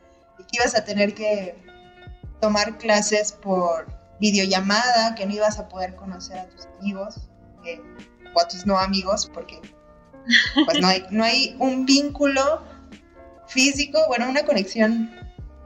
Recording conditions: poor sound quality